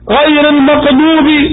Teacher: ومنها الأخطاء الحاصلة في قوله تعالى المغضوب، فتجد البعض يحيل الغين قافا